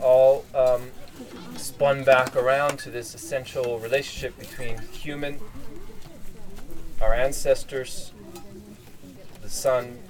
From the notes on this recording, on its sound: this talk was recorded at a gathering in northern Utah, Fire To Fire